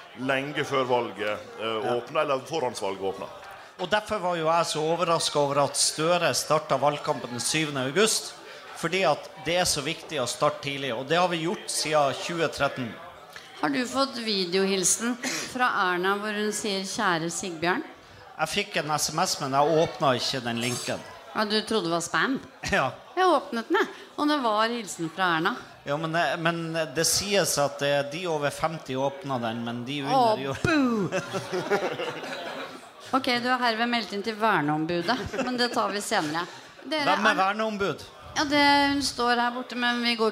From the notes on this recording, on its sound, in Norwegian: Arendalsuka: På innsiden - Live. Livepodkast fra Arendalsuka.